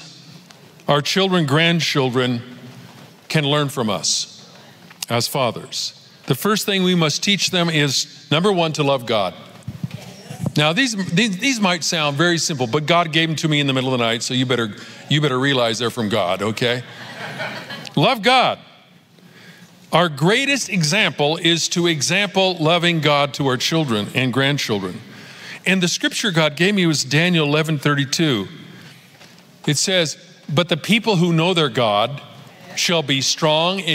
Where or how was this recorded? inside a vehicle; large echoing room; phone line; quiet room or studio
large echoing room